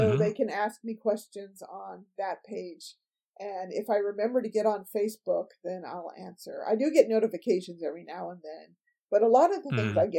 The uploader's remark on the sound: Unfortunately, the audio quality isn't as good as I'd hoped. There's a terrible echo on my voice which comes and goes as the recording plays. I've done my best to clean it up, but it was just a bad recording and there's only so much I can do!